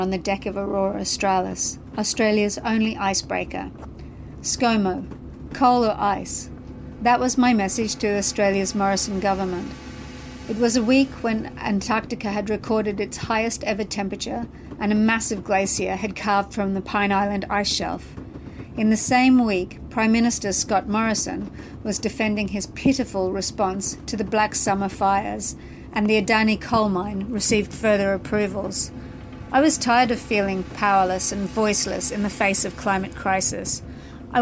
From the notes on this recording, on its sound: Recorded her story of climate activism aboard the very vessel her story takes place, The Aurora Australis.